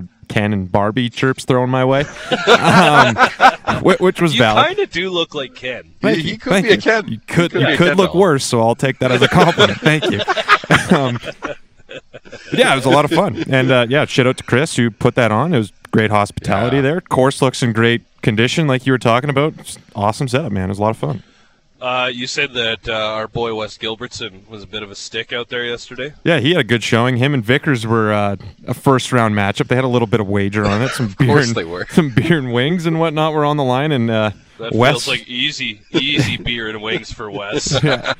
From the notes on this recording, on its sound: The guys are live on location at Red Deer Golf Club.